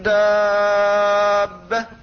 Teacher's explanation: وكذلك وما من دابة دابة بمقدار 6 حركات. فحرف المد هو الألف هنا، والباء بعده مشددة، وسبب المد هنا هو السكون الذي بعد حرف المد وهو مثقل · Term: لازم كلمي مثقل